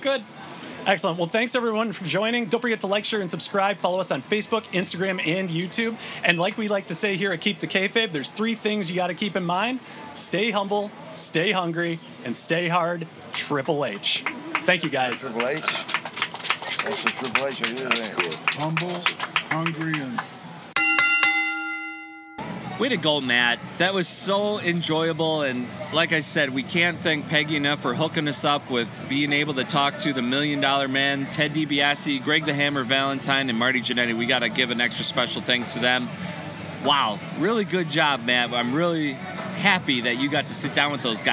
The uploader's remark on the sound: Crusherfest 2023. The pod recorded live and on location at Crusherfest. The festival is all about honoring South Milwaukee's home town hero, Reginald Lisowski, better known as, DA CRUSHER! This Bi-Annual celebration has everything from wrestling, food trucks, live music, and even a polka mass on Sunday.